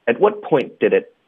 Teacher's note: 我们要连读 did it.然后 it 结尾的 t 也要省略